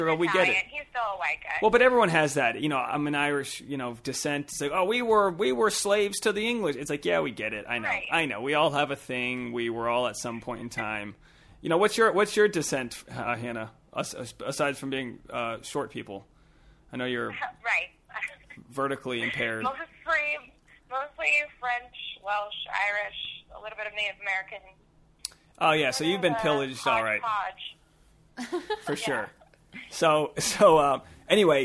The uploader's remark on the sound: We thought we'd air this phone conversation we had